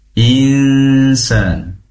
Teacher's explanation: Di situ ada nun sukun bertemu dengan sin, tentunya hukum bacanya adalah ikhfa hakiki. Pastikan dengungnya di dua tempat, pertama di hidung, khoishum, yang kedua di makhrajnya huruf sin, yaitu ujung lidah.